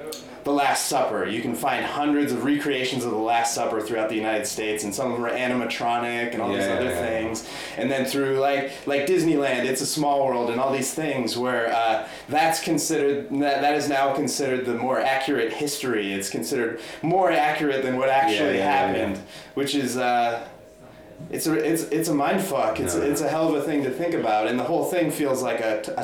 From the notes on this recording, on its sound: A raft of interviews recorded a Filmstock12 , the Luton film festival. Today's episode features a raft of interviews recorded a Filmstock12 , the Luton film festival.